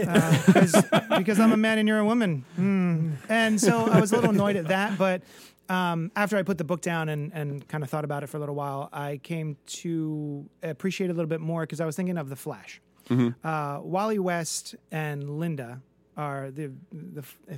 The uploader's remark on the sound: This month we're live and remote at the specatacular comic shop Hero Complex in Manayunk, PA.